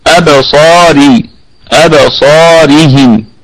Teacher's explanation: هنا حرف الصاد مفتوحة، صاد مفتوحة وبعدها ألف، فهي في أعلى درجات التفخيم، أبصارهم أبصارهم. والراء مرققة لأنها مكسورة